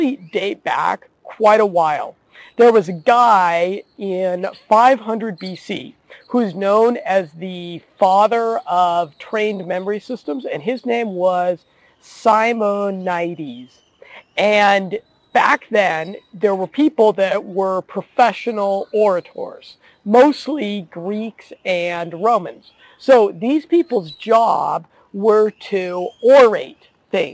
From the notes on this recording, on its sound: Sorry about the audio quality , I recorded this podcast (while being rained on). In a park at the border of Panama and France.